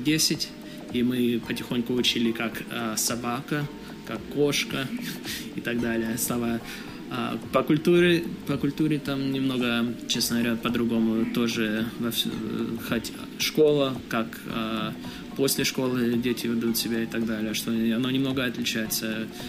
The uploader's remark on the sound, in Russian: Этот выпуск записан на конференции XPDays в Киеве.